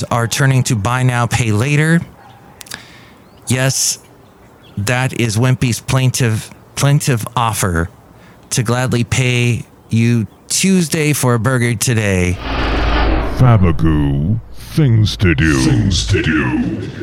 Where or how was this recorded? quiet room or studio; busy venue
busy venue